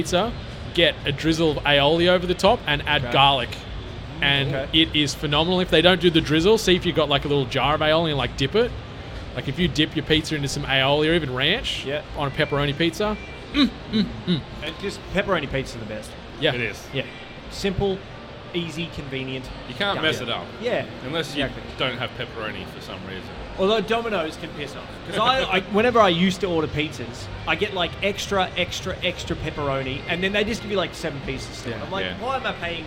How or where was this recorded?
busy venue